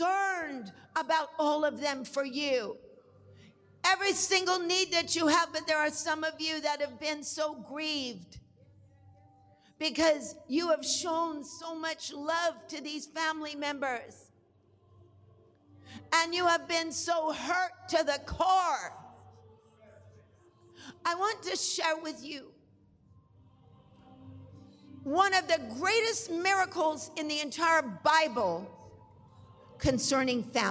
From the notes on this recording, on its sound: we will go live to the Good Friday Deliverance Service